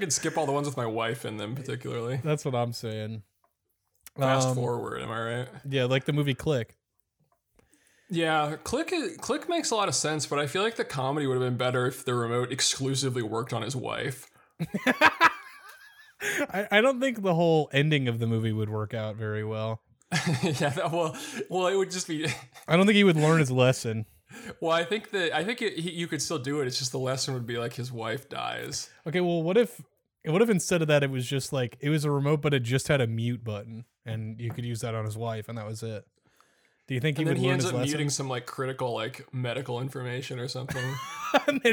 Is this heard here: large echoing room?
no